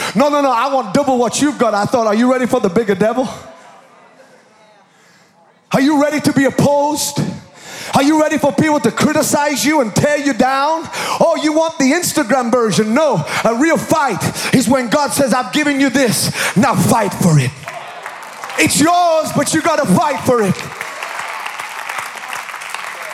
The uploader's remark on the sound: Recorded live at Planetshakers Church (Melbourne) on Sunday 4th of September 2023.